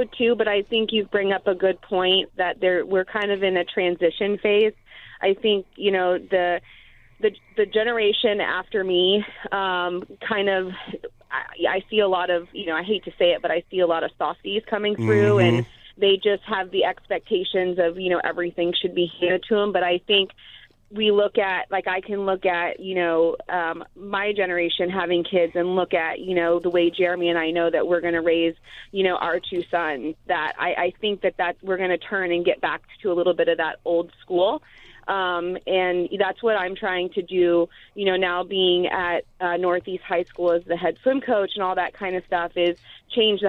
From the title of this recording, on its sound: called into the show on Memorial Day weekend.